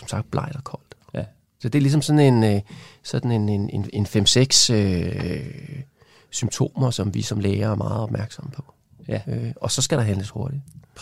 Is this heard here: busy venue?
no